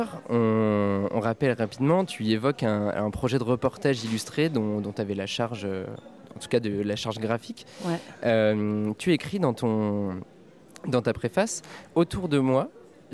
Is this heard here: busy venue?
yes